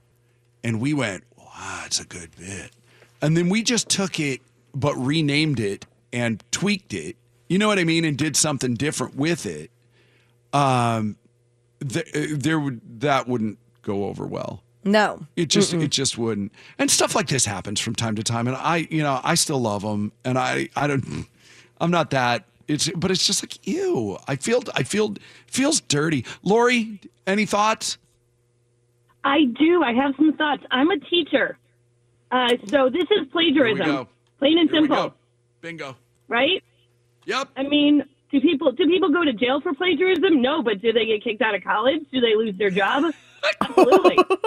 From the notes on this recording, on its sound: the P1's who called in live to do their part